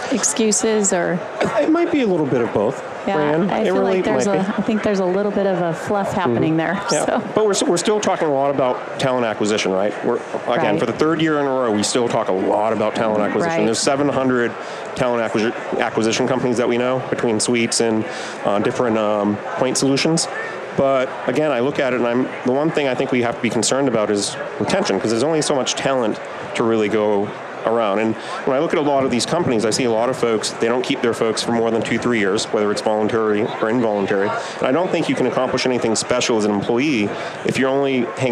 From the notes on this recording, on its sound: LIVE from Las Vegas, at #HRTechConf